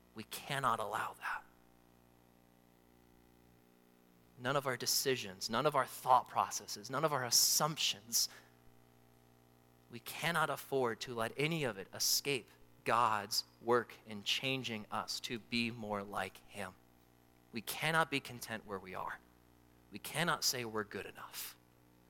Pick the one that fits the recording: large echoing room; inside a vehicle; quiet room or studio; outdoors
large echoing room